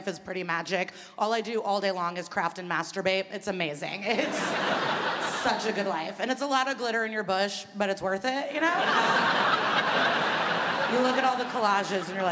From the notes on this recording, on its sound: Recorded on Wednesday 29 March 2017 at The Regent Theatre for ABC, officially kicking off the 2017 Melbourne International Comedy Festival - the Opening Night Comedy Allstars Supershow.